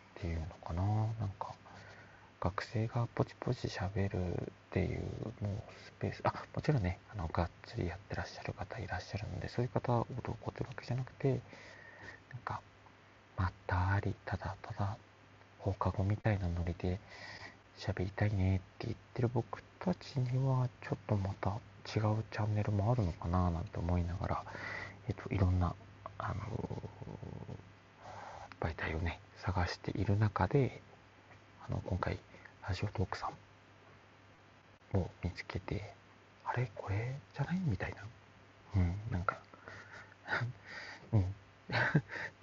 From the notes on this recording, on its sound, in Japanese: 深夜に録音したのでヒソヒソです。BGM大きかったり、救急車通ったりしてます。